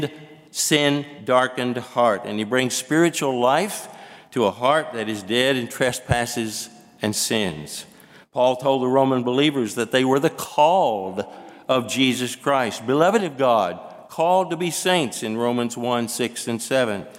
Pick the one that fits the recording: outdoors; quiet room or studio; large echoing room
large echoing room